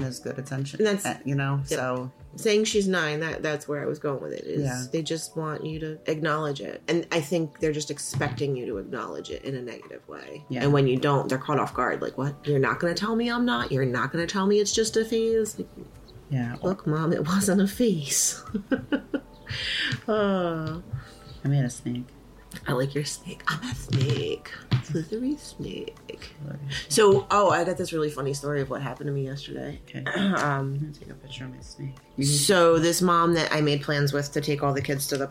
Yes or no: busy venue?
no